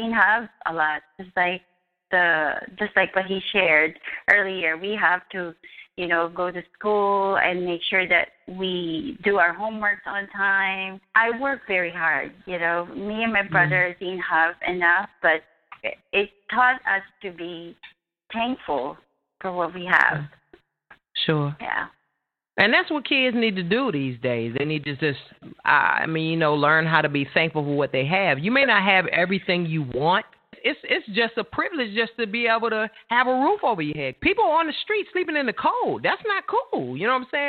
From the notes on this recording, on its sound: Two music artists who call in to vent about their challenges with becoming successful in the music business.